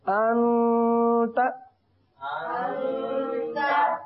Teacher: اخفا ہے اخفا کا غنہ جو ہے نا چھپا ہوا غنہ ہوتا ہے